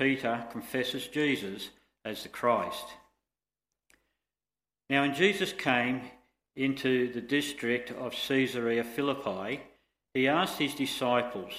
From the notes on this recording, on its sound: Preached 06/08/23 PM service